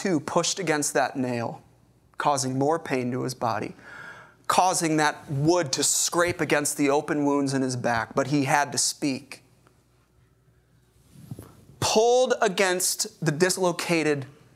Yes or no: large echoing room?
yes